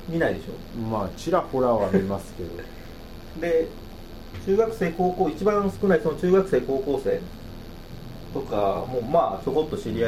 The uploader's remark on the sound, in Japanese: １月に録音したものです。音質が悪く聞き取りづらいかと思いますがご容赦ください。